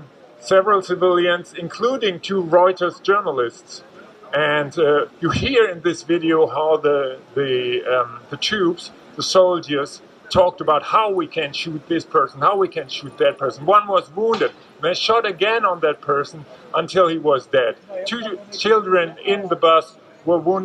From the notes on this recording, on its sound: at the Brandenburg Gate, Berlin, on World Press Freedom Day, May 3 2023